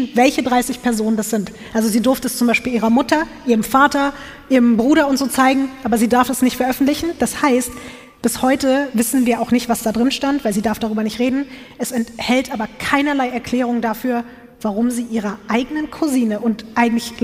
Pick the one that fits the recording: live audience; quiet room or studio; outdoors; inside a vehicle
live audience